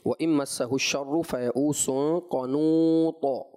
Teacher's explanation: قنوط نہیں ہوگا، قنوط اس طرح کلکلہ کریں گے. تو طا میں صفت ہمس نہیں ہے، طا میں صفت شدت ہے، لہذا شدت کے ساتھ اس کو پڑھیں گے